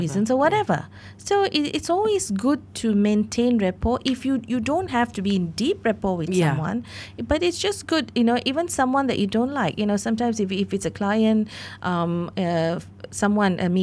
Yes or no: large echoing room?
no